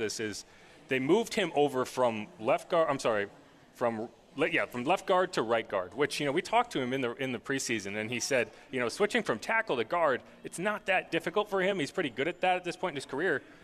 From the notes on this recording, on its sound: LIVE from the Dome